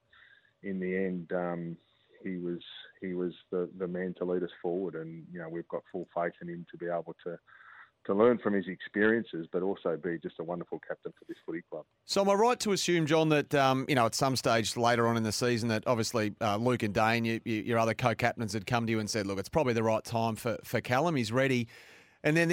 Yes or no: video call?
no